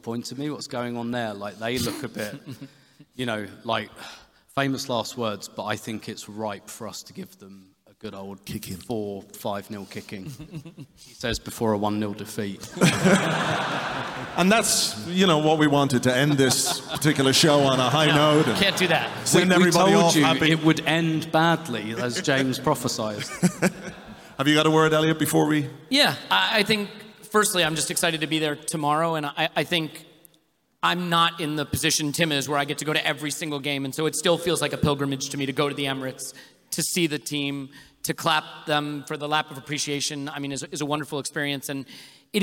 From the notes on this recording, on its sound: This episode is a recording of the Arseblog & Arsenal Vision Live event from Union Chapel, on Saturday, May 27th.